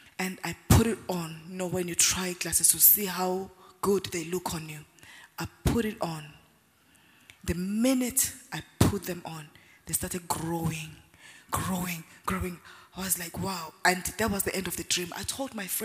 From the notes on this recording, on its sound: Word Explosion Conference, 2019: Day 5 (Morning). Ministering during Word Explosion Conference on 18-04-2019.